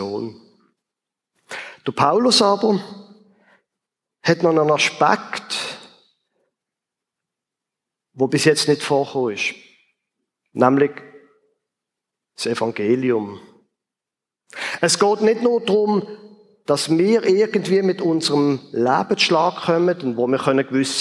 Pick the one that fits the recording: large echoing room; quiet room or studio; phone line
large echoing room